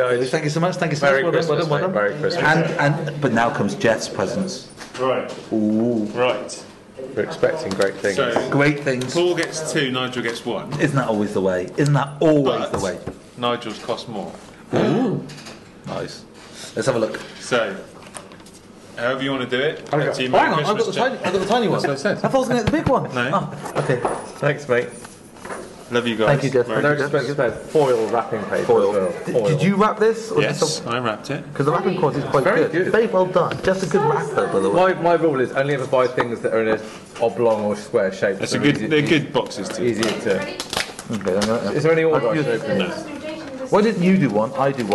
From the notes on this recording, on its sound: From Chance & Counters & The King William Ale House, Bristol, UK. During their annual Christmas drinks.